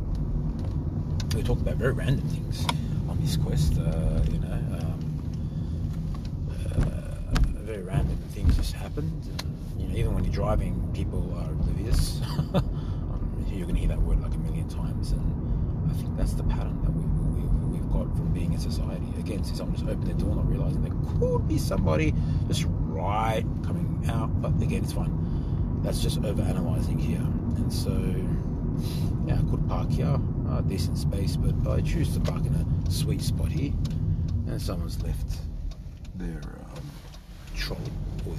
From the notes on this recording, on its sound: I will have a conversation with you on the phone while I am walking in the streets of Sydney, Australia.